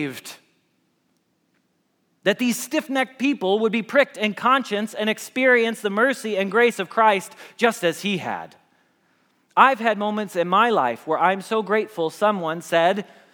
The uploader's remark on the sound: Message Preached at Valley Creek Church